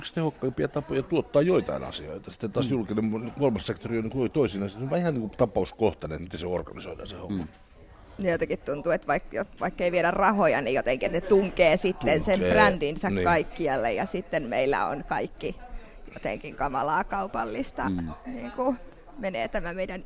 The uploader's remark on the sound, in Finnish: SomeCastin erikoisjakso äänitettiin Tampereella Nuori2017 -tapahtumassa 28.